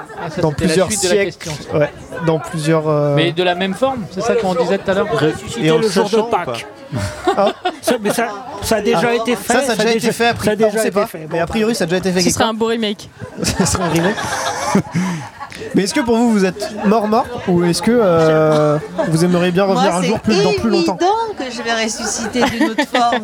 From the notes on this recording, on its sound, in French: Cet épisode enregistré au Pisse Mémé à La Roche Bernard en Bretagne. Dans ce très chouette café atelier associatif.